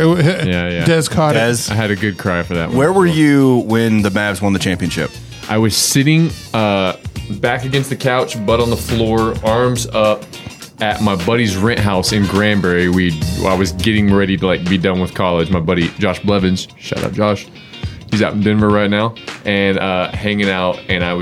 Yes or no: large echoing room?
no